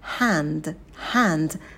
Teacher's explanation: У нас будет звук лягушка открытый. Звук «х» очень легкий. И далее «э».